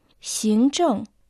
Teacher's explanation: Иероглиф «син» произносится во втором тоне, а иероглиф «чэн» четвертом тоне.